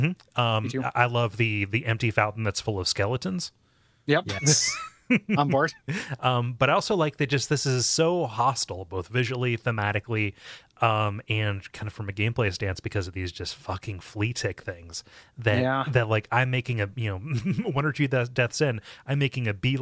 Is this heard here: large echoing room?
no